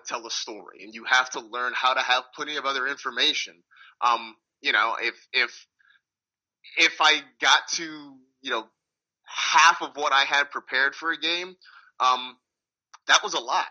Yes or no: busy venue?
no